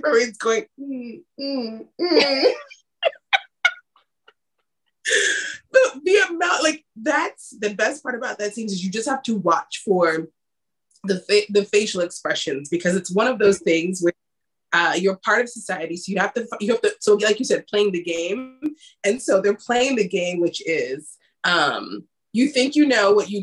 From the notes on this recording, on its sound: Please forgive our technical difficulties.